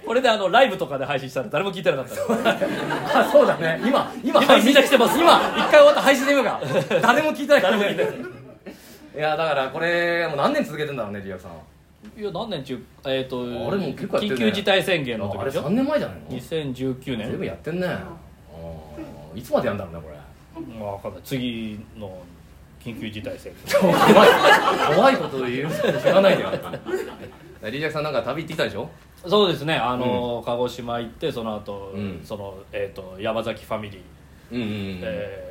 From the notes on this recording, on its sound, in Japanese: 公開収録。